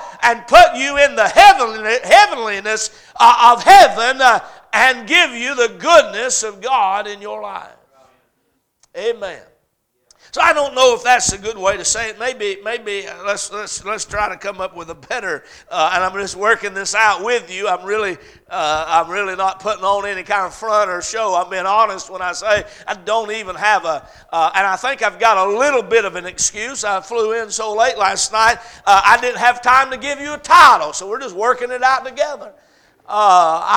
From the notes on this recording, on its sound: A message preached at Crossroads Baptist Church